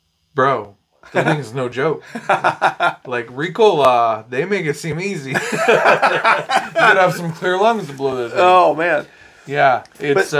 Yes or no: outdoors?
no